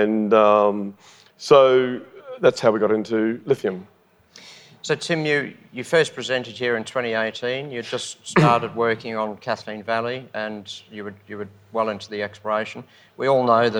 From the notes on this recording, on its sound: LIVE recording on the Gold Coast. This is a live recording from the main stage of Resources Rising Stars conference on the Gold Coast.